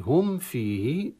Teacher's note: نظهر الميم عند الفاء، هذا الإظهار يسمى إظهار شفوي